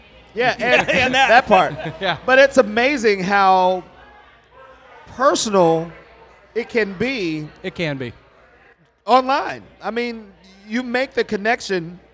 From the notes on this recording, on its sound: We recorded during our event with Crowned Heads Cigars.